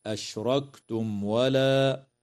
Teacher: وإظهار شفوي للميم الساكنة في قوله تعالى: أشركتم ولا